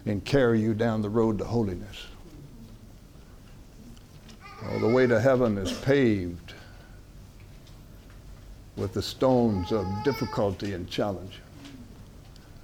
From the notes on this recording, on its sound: From the HeartCry Asia Conference 2023